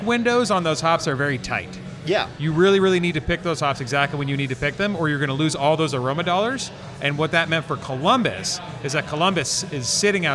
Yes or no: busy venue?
yes